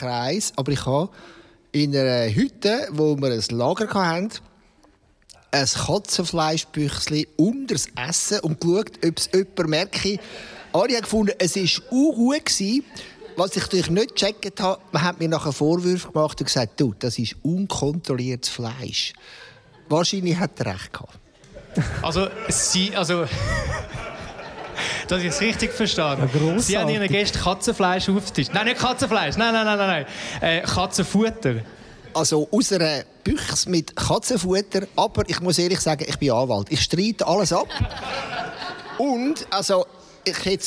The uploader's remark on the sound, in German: Unsere erste LIVE-Episode vor Publikum.